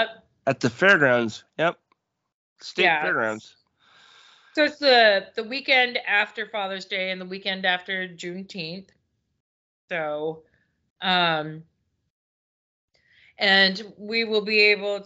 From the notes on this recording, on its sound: the skype call was recorded